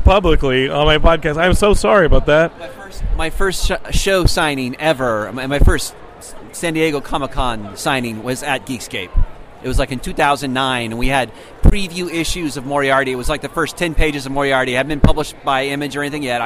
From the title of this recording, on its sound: Interviews From WonderCon 2018!